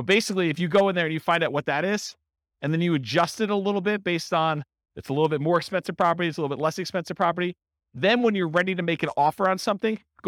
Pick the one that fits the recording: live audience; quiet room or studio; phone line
live audience